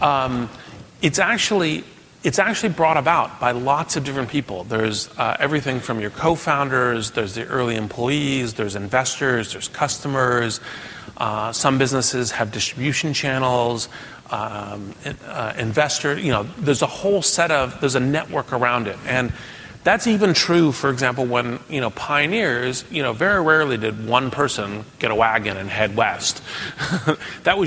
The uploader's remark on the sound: keynote address from the Endeavor Entrepreneur Summit